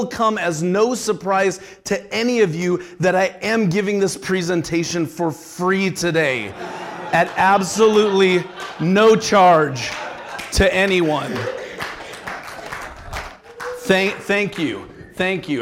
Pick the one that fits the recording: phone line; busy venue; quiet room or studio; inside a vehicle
busy venue